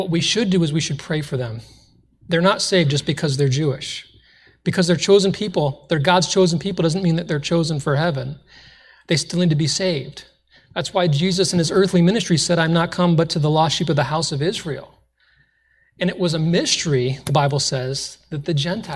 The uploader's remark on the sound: This was originally recorded in a Sunday night church service.